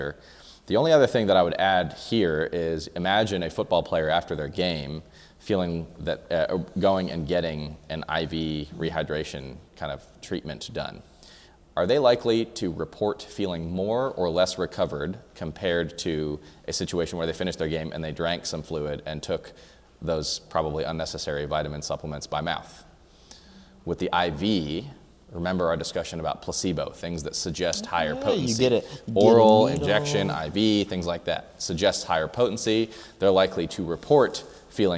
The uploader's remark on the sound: This is a Q/A recorded at our 2019 San Antonio Seminar on 3/30-3/31.